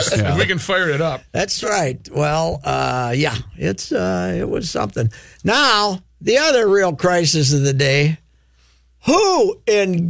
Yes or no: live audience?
no